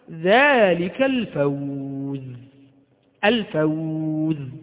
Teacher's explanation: واو ساكنة قبلها مفتوح فهذا لين، حرف لين